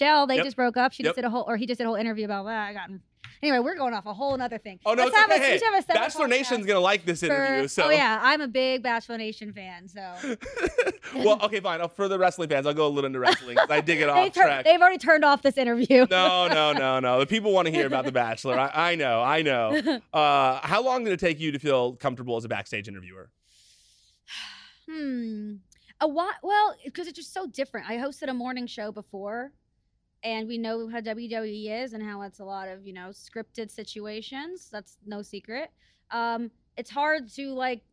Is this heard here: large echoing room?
no